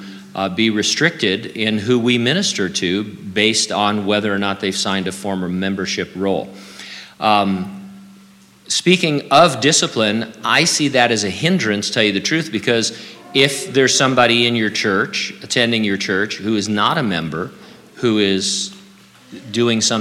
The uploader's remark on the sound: during a live Q&A session at Calvary Hanford